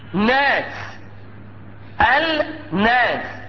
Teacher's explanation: بعدها نون مشددة. المشددة ناشئة من إبدال اللام نونا ثم إدغامها في النون التي بعدها · Term: إدغام اللام الشمسية في النون